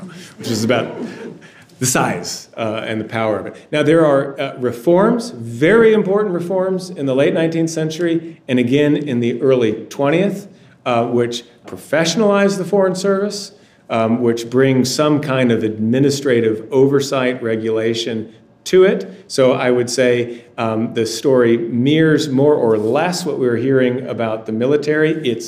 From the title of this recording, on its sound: PANEL DISCUSSION | National WWI Museum & Memorial, Kansas City